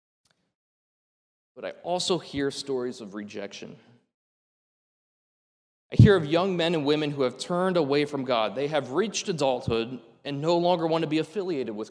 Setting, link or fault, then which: setting, large echoing room